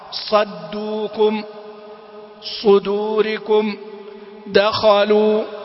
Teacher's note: سواء تقدم أو تأخر فإنه يحترز من تفخيم الدال، لابد أن تبقى على أصلها مرققة